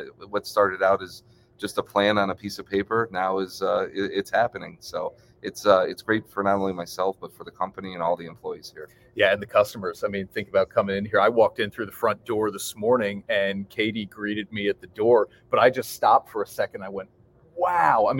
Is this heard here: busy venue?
yes